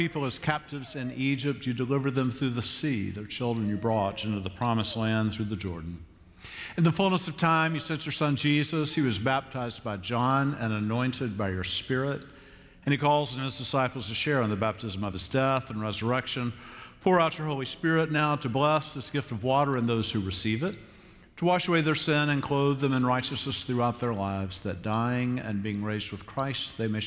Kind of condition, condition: setting, large echoing room